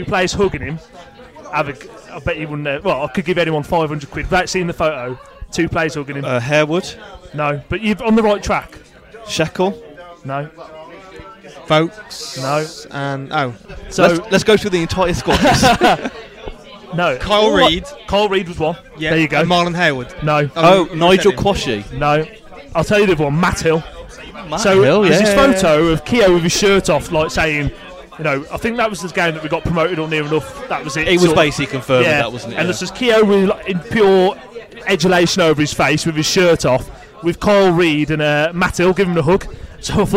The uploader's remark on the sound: Recorded at the Lych Gate Tavern in Wolverhampton.